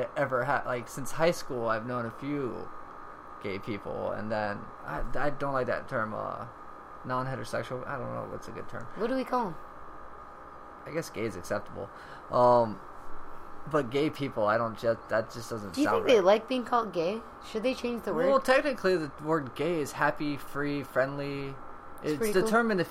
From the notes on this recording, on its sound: First off sorry for the noise is the background. It was really hot so that is my AC keeping us cool for the podcast.